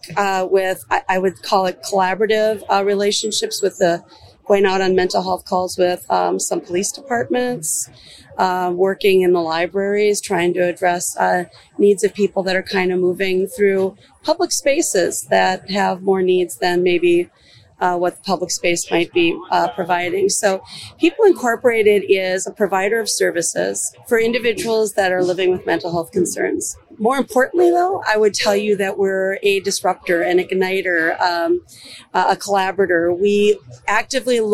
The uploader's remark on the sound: Mental Health Awareness Day at the Minnesota State Fair. This special edition of the Medical Alley Podcast was recorded on location at Dan Patch Park at the fair, as we were joined by a number of different organizations doing great work in the mental health space.